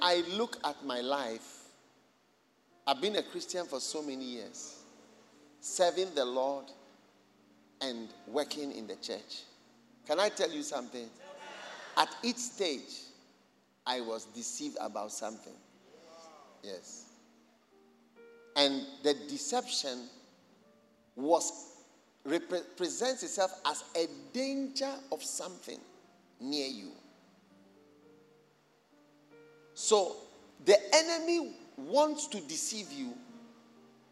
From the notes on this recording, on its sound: Preached at the First Love Church Experience Service.